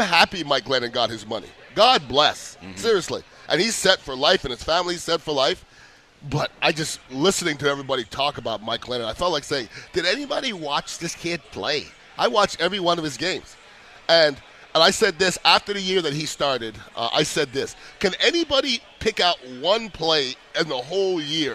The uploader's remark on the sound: live from the St Pete GrandPri